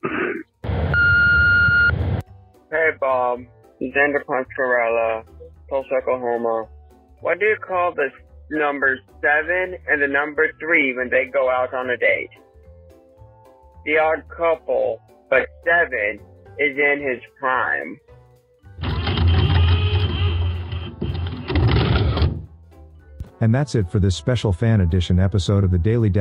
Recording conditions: phone line